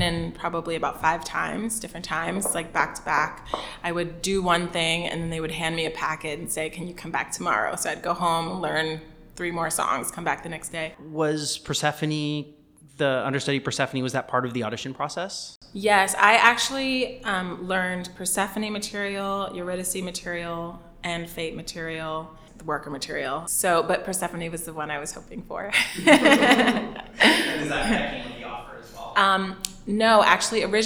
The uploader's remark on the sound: We're aware that the audio from this interview is more "echoey" than our typical episode due to our recording location.